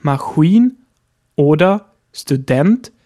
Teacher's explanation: Sie werden übrigens alle auf der letzten Silbe betont.